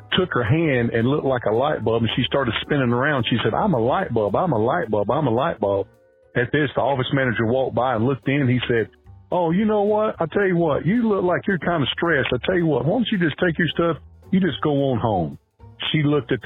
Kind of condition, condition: link, phone line